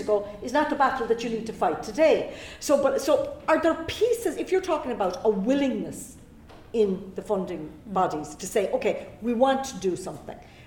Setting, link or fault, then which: setting, live audience